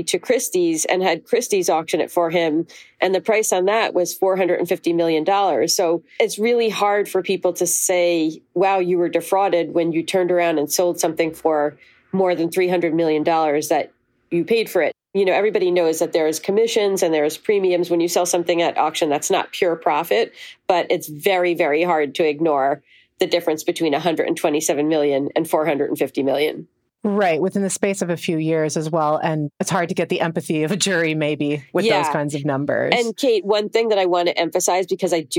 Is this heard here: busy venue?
no